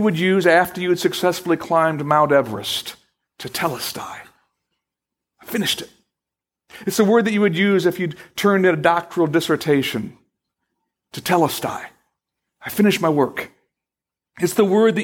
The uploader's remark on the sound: Originally Recorded April 6, 2012, at Fellowship Missionary Church, Fort Wayne, IN.